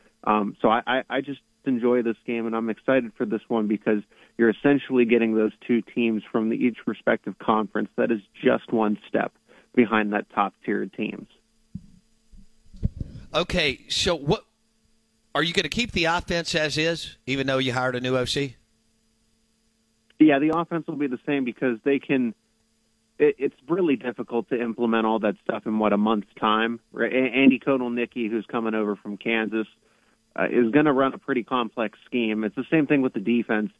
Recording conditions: phone line